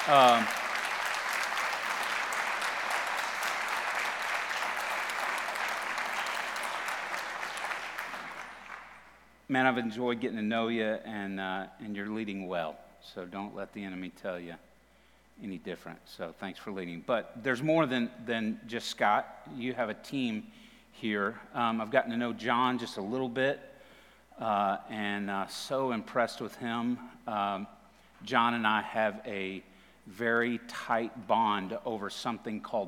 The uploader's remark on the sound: TR campus. Recorded live at The Fellowship at Two Rivers on September 19, 2021.